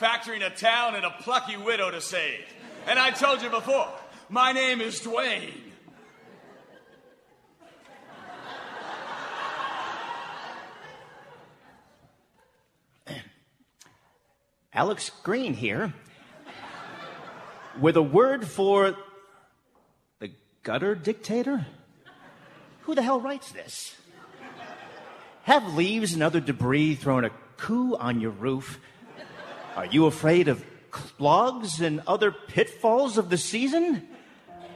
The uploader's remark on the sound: Seattle Radio Theatre , KIRO Radio , and Town Hall Seattle present a lighthearted parody of those holiday movies made by a certain greeting card company. This is a recording of a live performance.